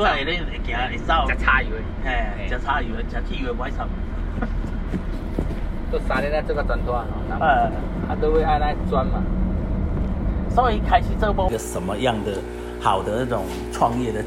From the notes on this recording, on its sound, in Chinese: 聯結車外景。台灣馬路有多平，這集的音質就有多好。